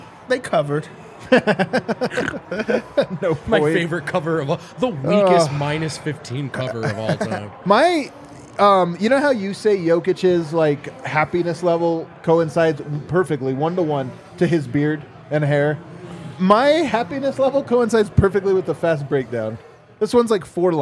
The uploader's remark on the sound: Come to you LIVE from the DNVR Bar.